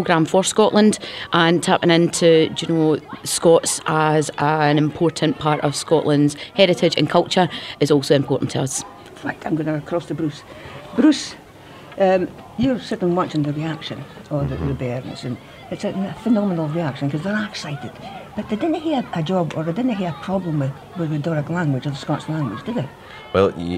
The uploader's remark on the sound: we enjoy the rich tapestry o voices an tunes at the 25th Celtic Connections Festival in Glasgow